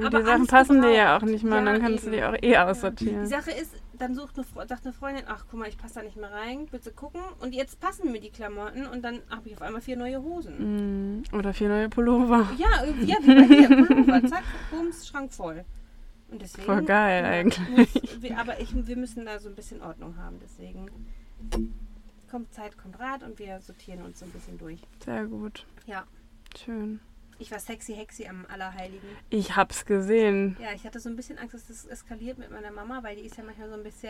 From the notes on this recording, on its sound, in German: Unausgewogener Sound live aus Wilma.